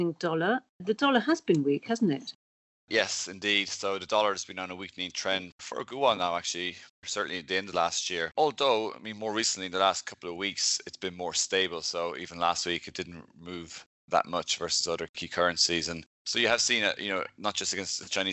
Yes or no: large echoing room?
no